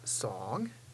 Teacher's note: It's said with the rising tone and the long ah. Remember also to keep that vowel pure.